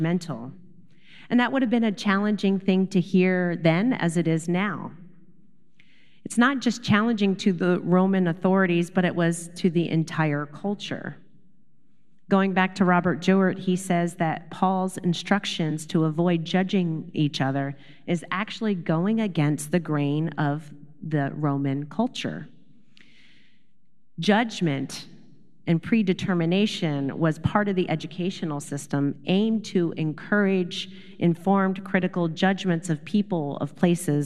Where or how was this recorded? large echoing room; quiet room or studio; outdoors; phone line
large echoing room